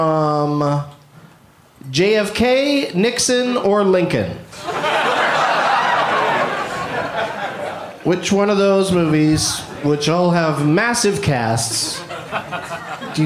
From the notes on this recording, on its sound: Live from Madison, WI